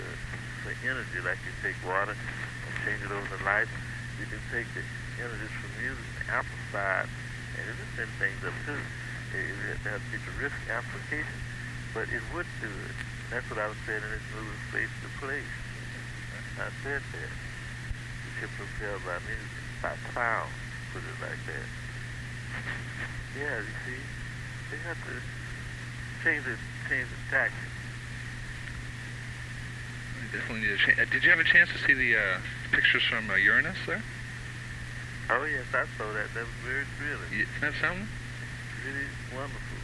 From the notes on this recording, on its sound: Phone call. The house in Philadelphia.